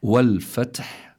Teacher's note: فلا بد من جريان النفس عند النطق بالحاء · Term: الهمس